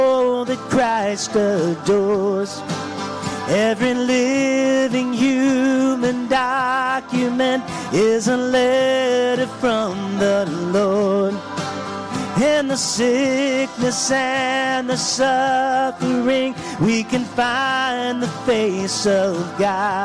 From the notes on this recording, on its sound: This week’s episode was recorded live on Sunday Morning, June 11th, 2023, from North Vernon, Indiana, at the Church of the Nazarene.